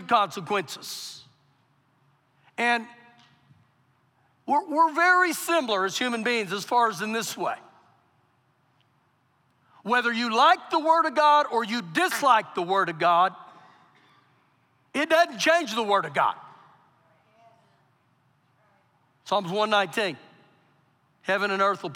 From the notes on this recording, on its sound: Recorded live during our Sunday morning service.